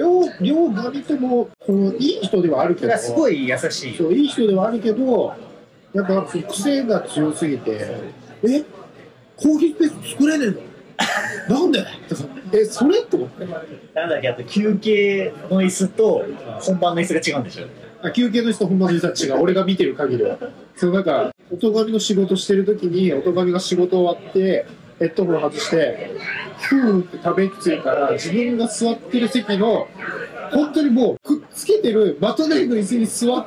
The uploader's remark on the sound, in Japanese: ゲリラ回なので音声が悪いです。京都に行きました。